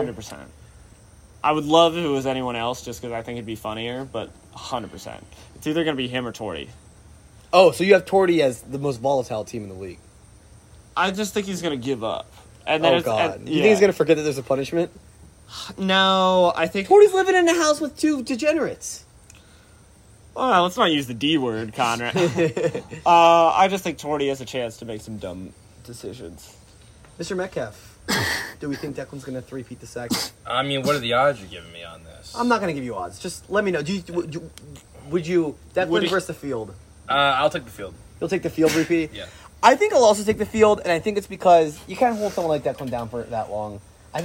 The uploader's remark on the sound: Recorded on a deck in Westport immediately following pizza, yuenglings, and a presidential debate.